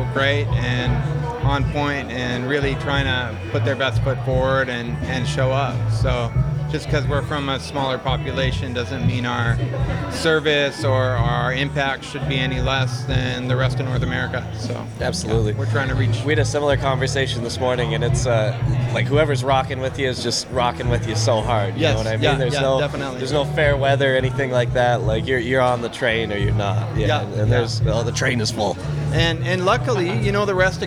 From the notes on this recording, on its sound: This is a special episode live from Momentum’s Air Max Day activation event in Saskatoon while the ‘86 Big Bubble went on sale. You'll hear interviews with people in line, former Sneaker Show guests, and some of the Mo crew. There were tattoos, live art, totes and tees made in house.